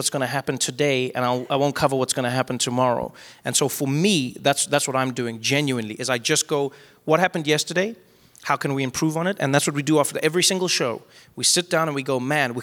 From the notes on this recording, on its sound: At the 2019 The Future of Everything Festival. To discuss the inner workings of The Daily Show at The Future of Everything Festival.